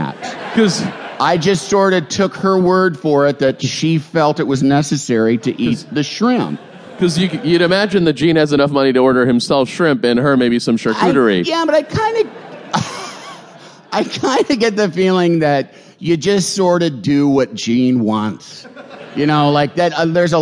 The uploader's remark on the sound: San Francisco Sketchfest live recording